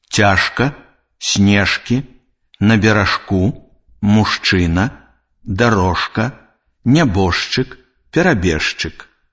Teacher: У сярэдзіне слова перад глухімі звонкі зычны ж аглушаецца і вымаўляецца як ш.